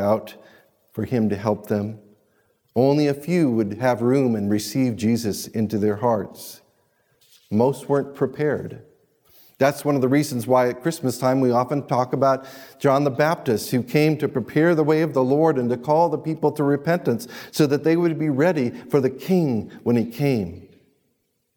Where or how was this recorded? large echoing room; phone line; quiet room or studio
large echoing room